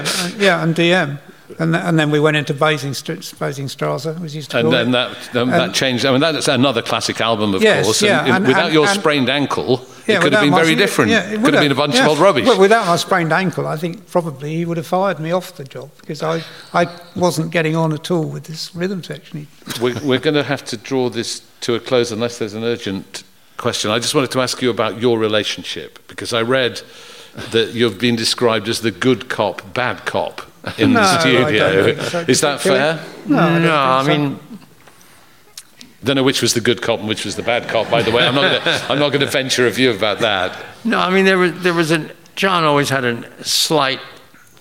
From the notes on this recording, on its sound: In conversation at Cecil Sharp House. On stage at the Indoor Festival of Folk.